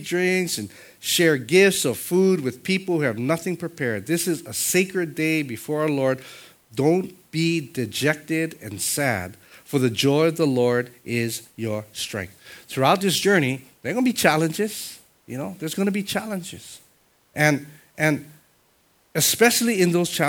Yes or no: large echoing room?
yes